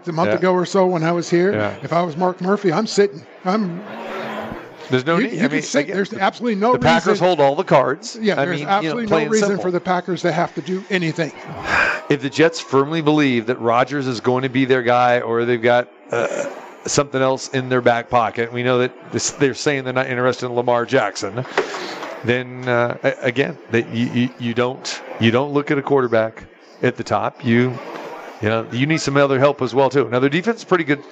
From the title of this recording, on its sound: Live at the Suoerbook at the Westgate